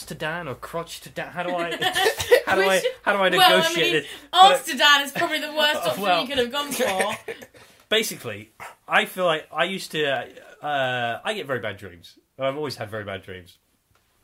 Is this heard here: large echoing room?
no